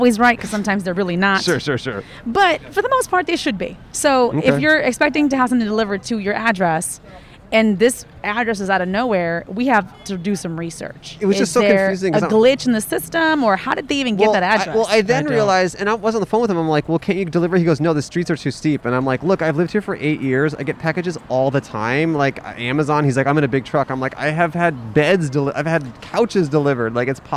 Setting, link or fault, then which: setting, outdoors